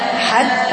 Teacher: التاء مشددة يعني بقرأ التاء مرتين تاء ساكنة وتاء مفتوحة